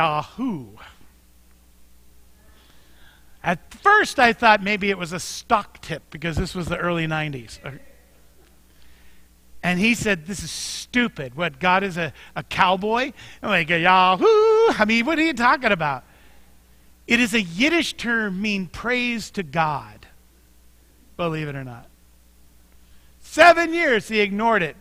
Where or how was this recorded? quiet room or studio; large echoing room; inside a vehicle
large echoing room